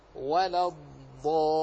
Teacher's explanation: اللام من ولا الضالين مرققة، جاءت بعدها الضاد، فالضاد لقوتها ولجمعها بين صفات القوة، قوة من الاستعلاء ومن الإطباق، تجذب معها هذا الحرف الضعيف المسكين اللام، فتجد كثير من على ألسنة الناس تسمع على من ألسنة كثير من الناس ولو الضالين، وهذا غير صحيح.